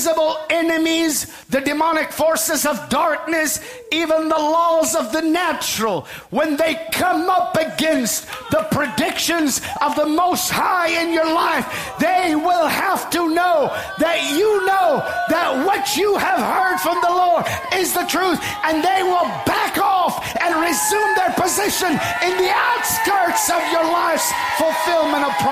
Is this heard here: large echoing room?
yes